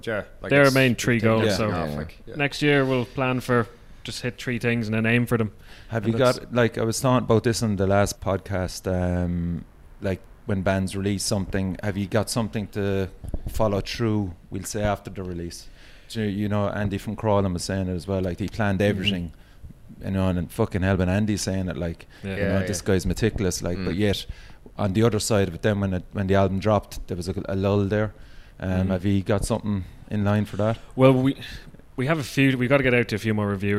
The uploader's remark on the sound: joined me upstairs in Fred Zeppelin's